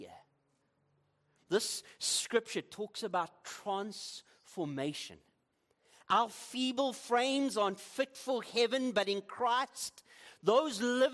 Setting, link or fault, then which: setting, large echoing room